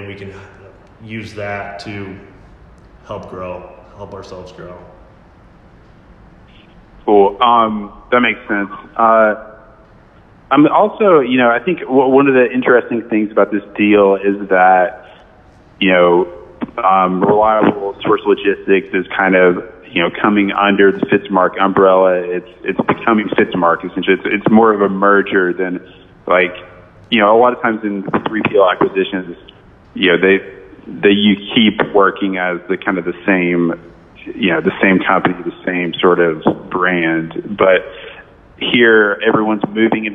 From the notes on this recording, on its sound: This is a phone call with freightwaves